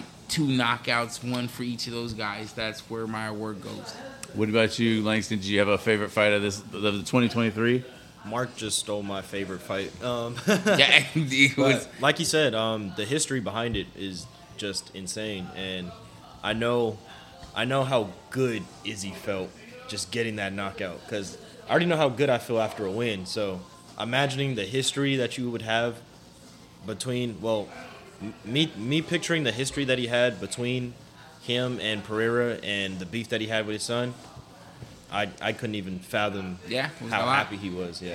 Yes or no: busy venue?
yes